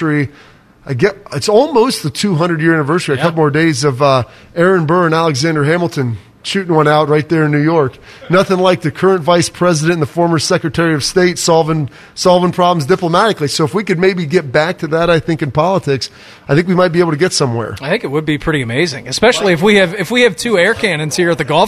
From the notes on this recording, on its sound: The guys were live from Kinsale Golf & Fitness Club this morning.